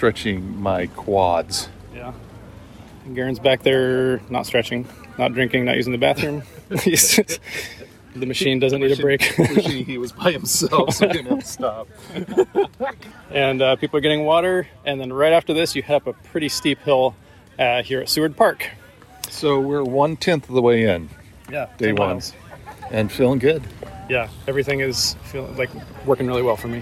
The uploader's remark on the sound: takes you on an audio journey from the long-awaited Seattle to Portland (STP) ride, a two day 206-mile cycling pilgrimage.